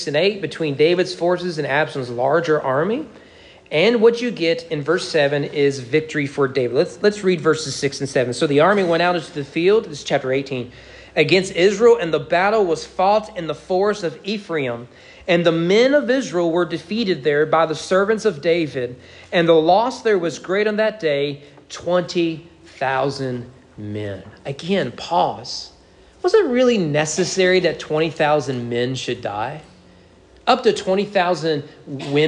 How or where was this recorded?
large echoing room